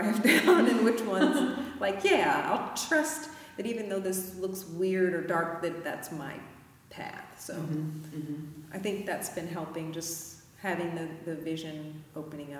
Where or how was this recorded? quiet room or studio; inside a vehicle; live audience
live audience